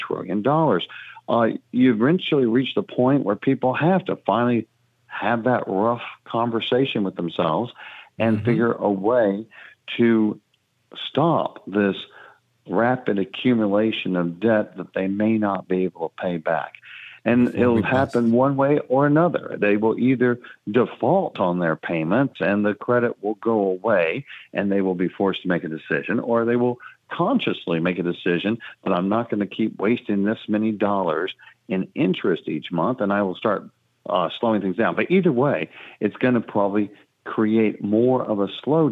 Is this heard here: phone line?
yes